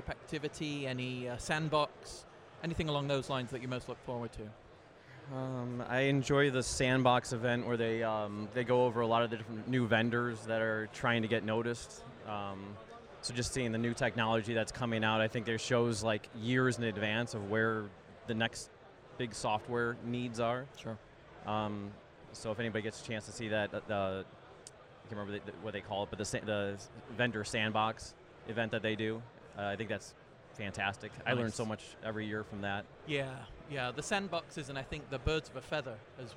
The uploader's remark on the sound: Live at RSA Conference 2023. Speaks with experts in attendance at RSA Conference 2023.